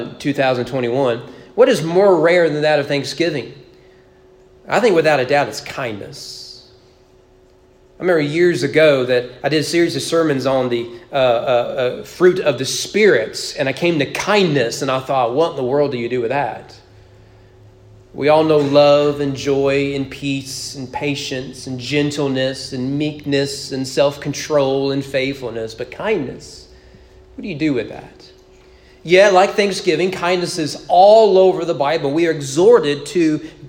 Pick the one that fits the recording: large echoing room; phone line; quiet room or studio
large echoing room